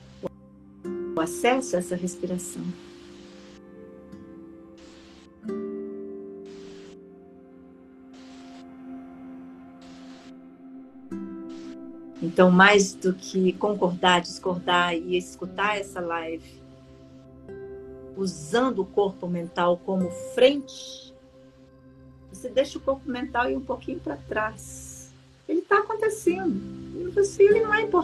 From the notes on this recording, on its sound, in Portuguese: Esse episódio é a Live feita no Instagram